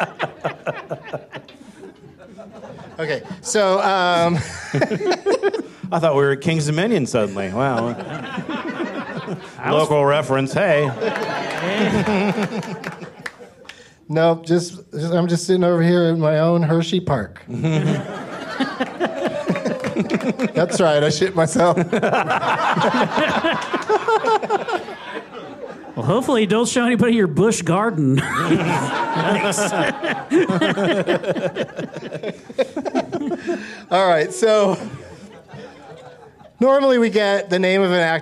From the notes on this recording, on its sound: Live from The Improv in Washington D.